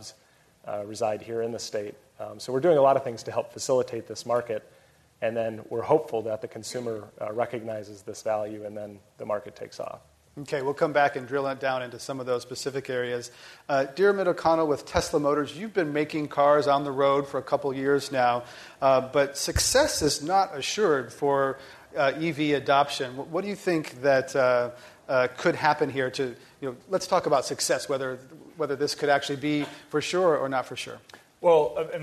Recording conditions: live audience